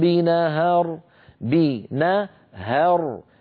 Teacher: نهر أولا الهاء مرققة ليست مفخمة وثانيا مفتوحة مبتليكم بنهر بنهر الهاء مرققة لكن الراء اللي بعدها مفخمة